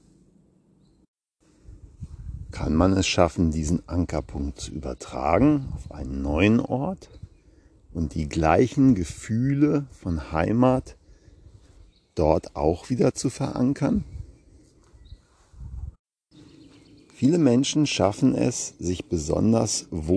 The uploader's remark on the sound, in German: Achtung: live im Wald gesprochen- kann Spuren von echter Waldenergie enthalten.